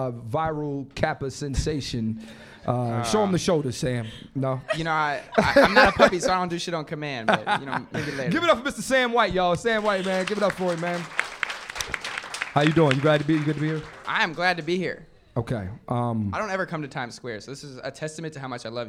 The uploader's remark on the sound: Live From New York City. Live at Caroline's in New York City. Live Podcast.